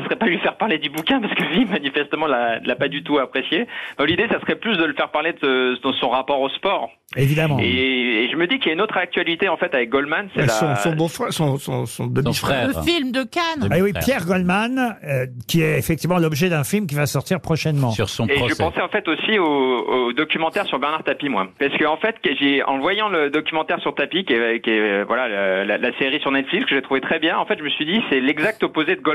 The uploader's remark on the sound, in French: était au téléphone avec les Grosses Têtes